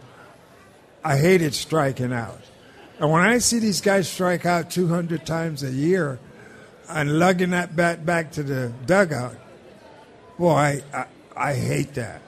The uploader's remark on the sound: TwinsFest LIVE at Target Field